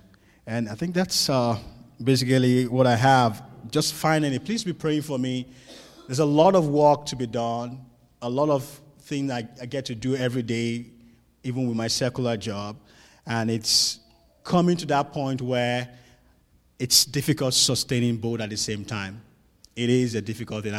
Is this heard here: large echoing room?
yes